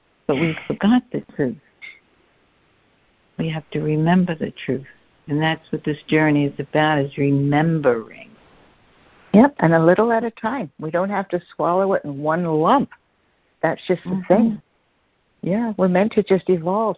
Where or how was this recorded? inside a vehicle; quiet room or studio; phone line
phone line